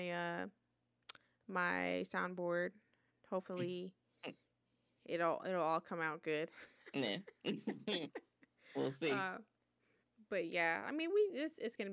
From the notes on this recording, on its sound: I apologize in advance for the bad audio we are working out some kinks